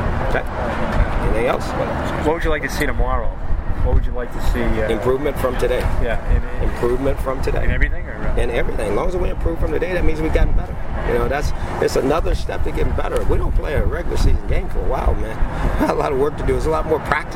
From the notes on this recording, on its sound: After the first joint practice with the New York Giants. Check out the raw audio from the practice field outside Paul Brown Stadium.